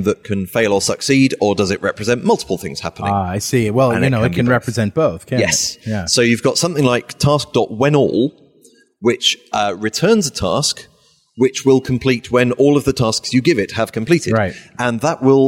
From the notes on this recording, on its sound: While at the Norwegian Developers Conference